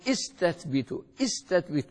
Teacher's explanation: إذا بدأت بها بدون الكاف تقول استثبت استثبت، تحقق الهمزة · Term: همزة وصل